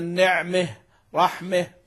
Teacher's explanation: بإمالة ما قبلها أو إمالة الهاء التأنيث وما قبلها في الوقف